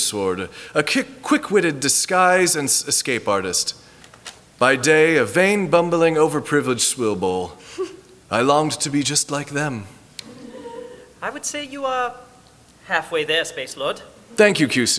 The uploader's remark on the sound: At a Phoenix Fan Fusion live show. Today, we are welcoming all of you as new Miscellanists in person.